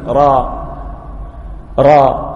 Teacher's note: الفتح يكون وسطا في الفم راء، ويكون اللسان مستقيما